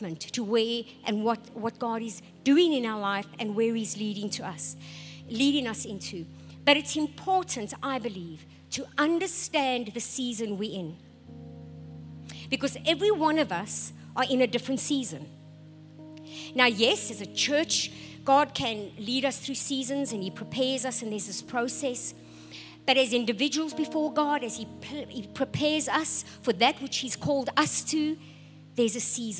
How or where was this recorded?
large echoing room